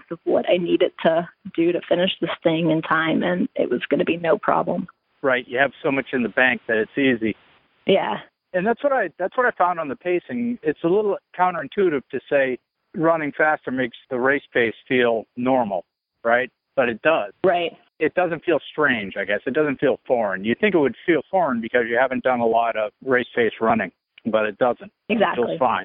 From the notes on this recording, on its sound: The audio quality is a bit off because we were using the telephone to record.